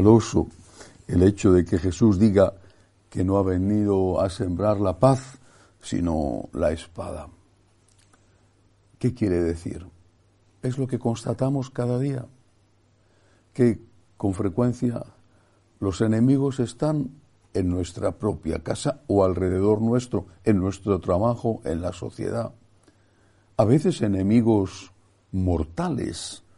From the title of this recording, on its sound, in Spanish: Santa Misa del lunes 17/7/2023, Iglesia de María Virgen Madre